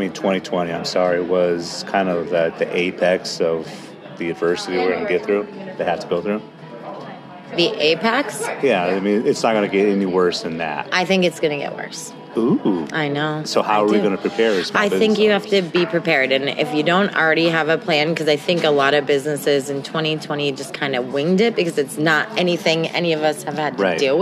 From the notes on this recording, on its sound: "Live" from the Arizona Sands Club in Tucson AZ